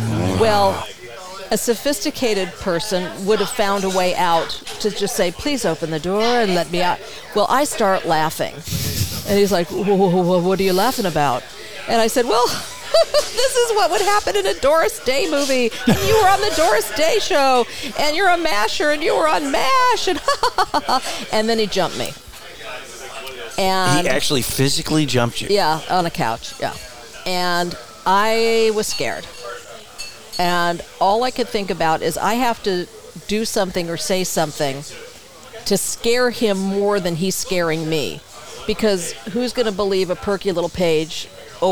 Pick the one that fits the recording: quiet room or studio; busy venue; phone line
busy venue